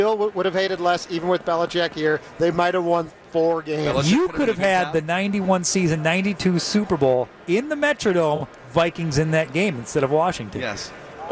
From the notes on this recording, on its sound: are live from Radio Row all week